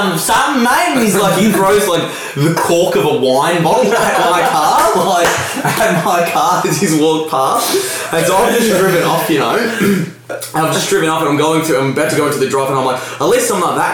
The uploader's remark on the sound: This episode suffered an audio malfunction and so the sound quality is rubbish